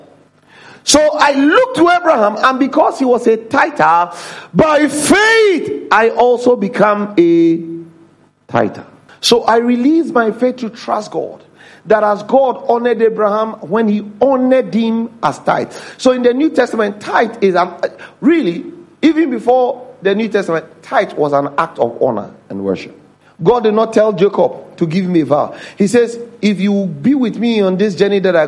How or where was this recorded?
large echoing room